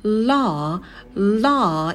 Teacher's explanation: А звук «л» растягиваете, и далее долгий «а», как такая волна звуковая.